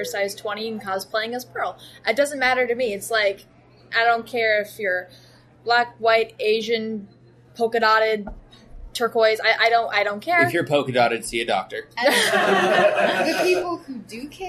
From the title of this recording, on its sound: Live from Palm Springs Comic Con